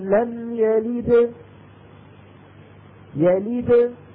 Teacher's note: الفم نطق الدال وارتاح ما في بعده شيء، فلذلك يطلع صوت الحرف أوضح والوضوح نسبي وبسيط جدا.